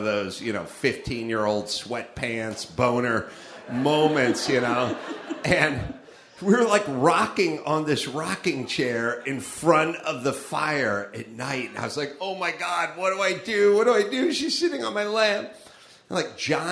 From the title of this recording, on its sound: Live From Appleton, Wisconsin (ACS May 11)